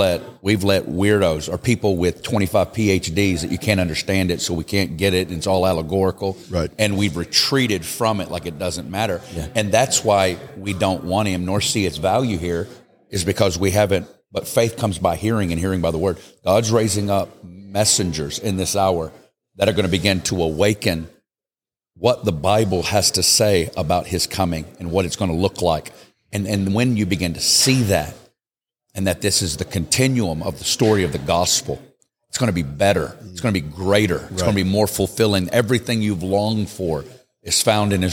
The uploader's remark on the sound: Live from Vegas. This podcast was recorded live at The Altar Conference in Las Vegas, NV.